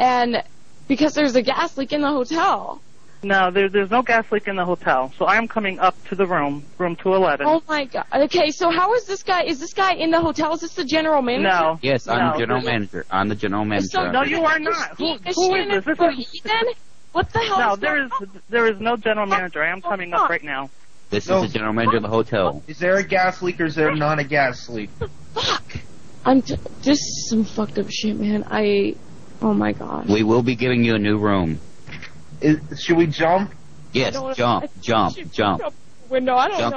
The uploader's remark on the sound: Trashed Hotel Room Prank Call